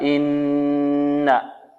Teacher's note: إنا عندنا هنا نون مشددة، والنون المشددة من أحكامها ماذا؟ الغنة